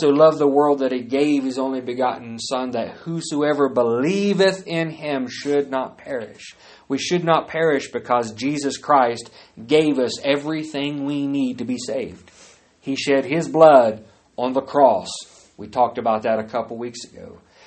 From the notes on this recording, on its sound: Live service. At Great Plains Apostolic Church in Lawton, OK.